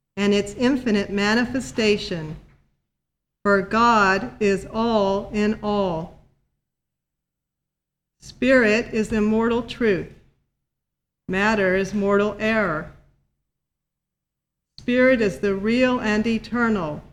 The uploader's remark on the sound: The Sunday service audio